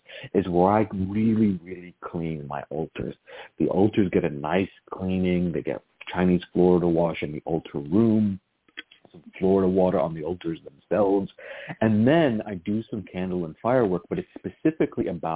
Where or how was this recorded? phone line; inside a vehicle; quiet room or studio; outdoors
phone line